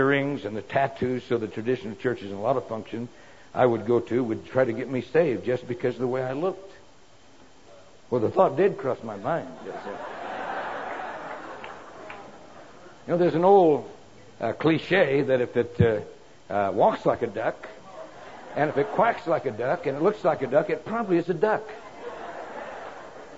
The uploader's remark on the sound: Preached in 2004 Prescott winter Conference